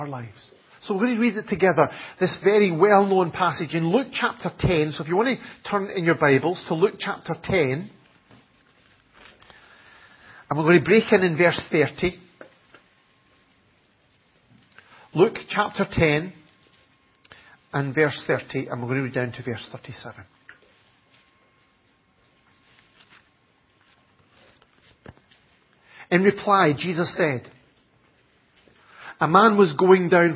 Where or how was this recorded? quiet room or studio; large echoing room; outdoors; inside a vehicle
large echoing room